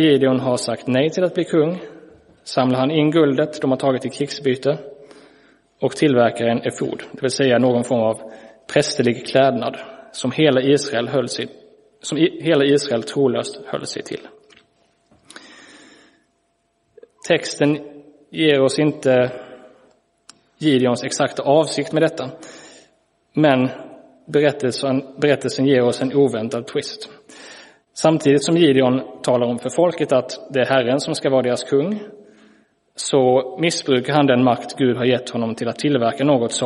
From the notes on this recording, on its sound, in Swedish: Inspelad i Roseniuskyrkan den 22 januari 2023.